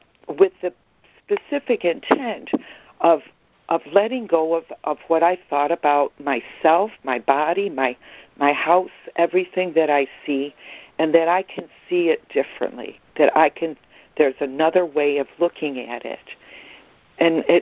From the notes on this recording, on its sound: ACIM Daily Conference Call